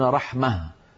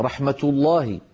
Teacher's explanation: وأغلب العرب في زمن النبوة يعاملون هذه الهاء في الوصل تاء، فيقولون مثلا رحمة الله، وإذا وقفوا يقولون رحمة، ففي الوقف يحولونها إلى هاء وفي الوصل ينطقونها تاء · Term: هاء التأنيث